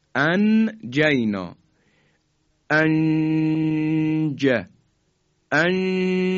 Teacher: دو حرکت هم که مکسی که صورت میگیره صدا در فضای بینی میپیچه · Term: اخفاء حرف جیم